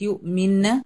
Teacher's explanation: الهمزة الساكنة بتاعت يؤمن، يؤمن الهمزة دي من حروف الشدة